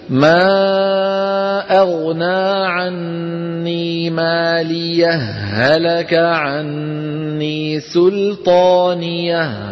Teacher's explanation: ندغم الهاء في الهاء · Term: الإدغام